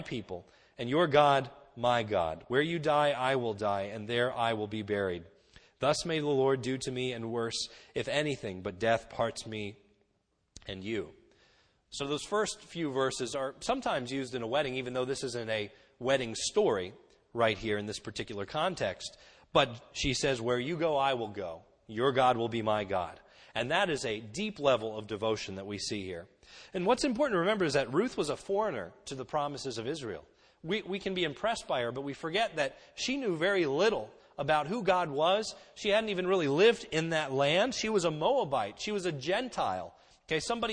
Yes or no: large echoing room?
yes